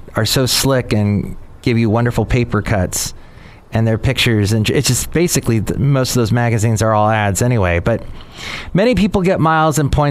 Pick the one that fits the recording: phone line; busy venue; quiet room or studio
busy venue